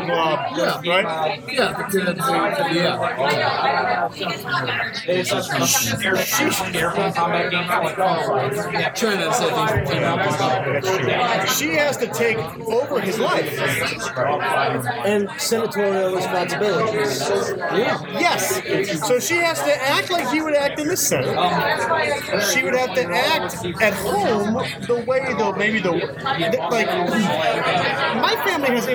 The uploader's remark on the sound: We are LIVE from Loughmillers in downtown Indianapolis on GENCON eve!